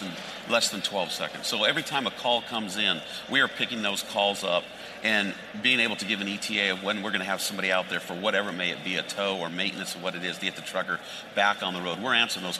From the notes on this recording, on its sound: on the set of FreightWaves LIVE in Chicago